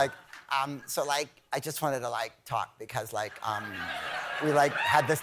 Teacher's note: It's always some young lady with a vocal fry.